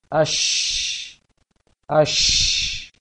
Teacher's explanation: Setelah pengucapan A, posisikan tengah lisan ke dalam langit. · Term: shin